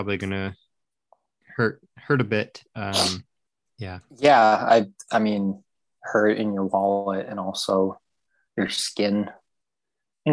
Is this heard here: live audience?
no